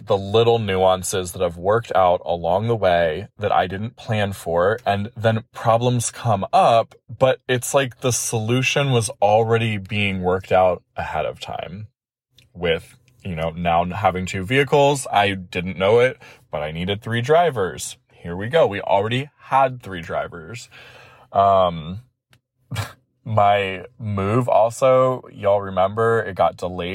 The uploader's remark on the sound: the first recording on the road from day two of our drive